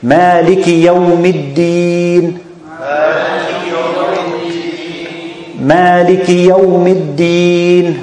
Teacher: Maliki Yawmiddin. Okay, so we place the kasra, but we do not extend it to be ya, and on the other hand, we do not delete it to be sukun